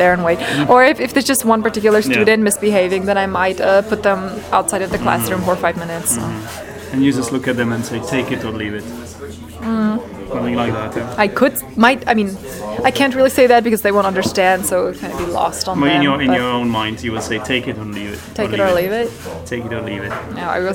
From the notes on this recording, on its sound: The quality of the recording is not ideal since it was recorded in a café and naturally the recorder picked up a lot of background noice, but it is audible, neverthless.